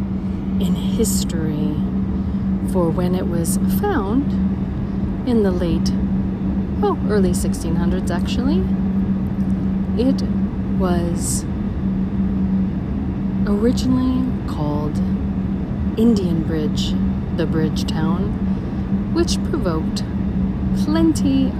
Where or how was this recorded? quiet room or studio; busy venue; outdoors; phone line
outdoors